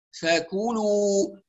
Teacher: نحافظ على ترقيق الكاف وعلى همسها